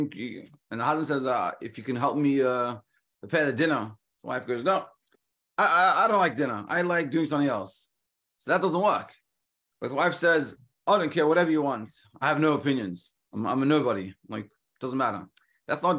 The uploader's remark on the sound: Daily Zoom Shiur